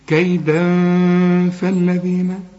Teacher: الفه من حروف الإخفاء، هنا في غنة